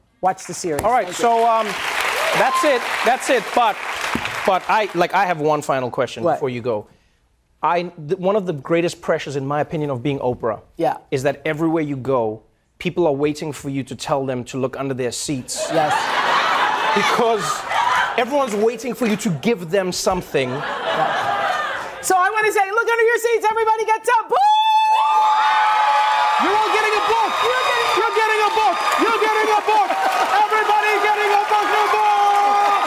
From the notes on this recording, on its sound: Takes Questions from the Audience.